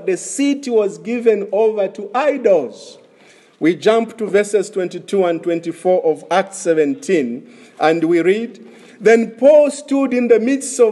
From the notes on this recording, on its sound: This is a sermon preached in the morning of August 1, 2021 at Crossway Baptist Church